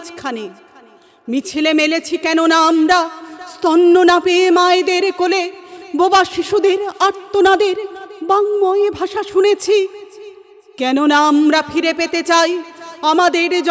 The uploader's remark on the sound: SFI 35th WB State Conference Audio